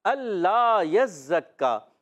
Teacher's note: کاف کا مخرج زبان کی جڑ اور تالو کا سخت حصہ